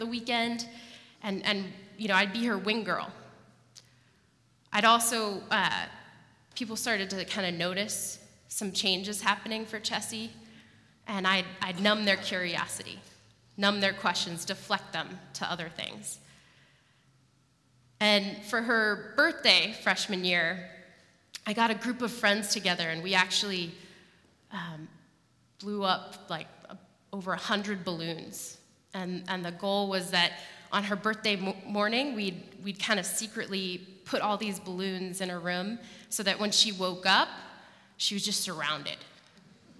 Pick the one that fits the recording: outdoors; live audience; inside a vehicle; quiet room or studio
live audience